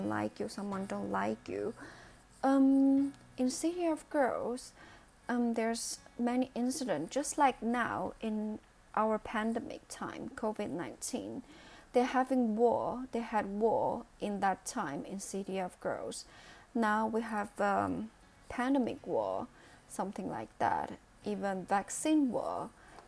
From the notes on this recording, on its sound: My voice will be not loud enough due to my careless of recording. I did not stay close to my microphone.